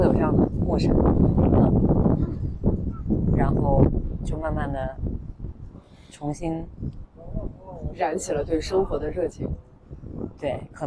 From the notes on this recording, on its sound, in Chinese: 本次录制因为约在了一个咖啡馆，有一些风声和饭店背景的声音，请见谅！最后结束的时候略显仓促，是因为我们另外一位高中的姐妹非常准时地赴约来吃饭，请不要介意～。